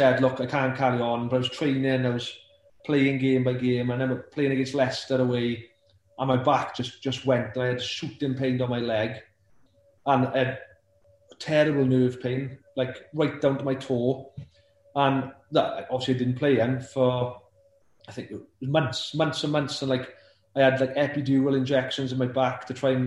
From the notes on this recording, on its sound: Via Zoom